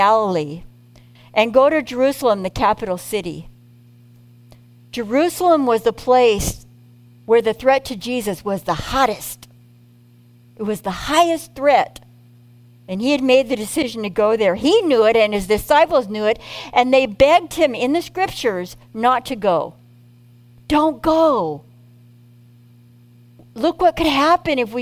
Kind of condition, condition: setting, large echoing room